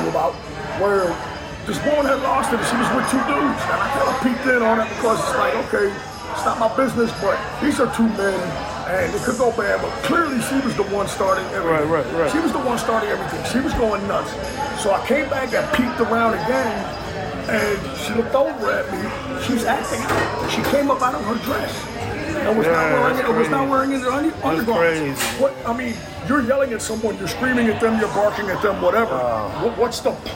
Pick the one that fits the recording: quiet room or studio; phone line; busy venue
busy venue